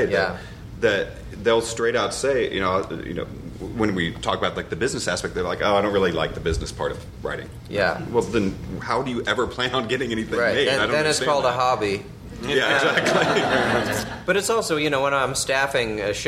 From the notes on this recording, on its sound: The "Stages of TV Writer" panel from the ATX Television Festival.